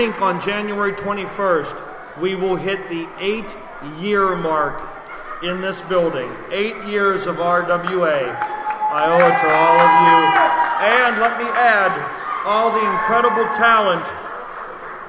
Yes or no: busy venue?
yes